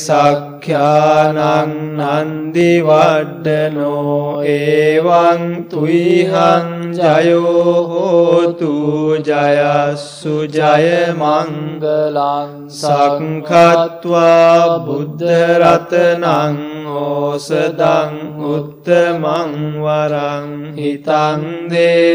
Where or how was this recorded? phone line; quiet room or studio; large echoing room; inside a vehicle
large echoing room